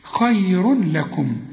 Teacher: كل تنوين في القرآن، التنوين اللي هو بيتولد من الضمتين دول خير، يجي بعده لام ما تغنش. خير لكم، إدغام كامل بدون غنة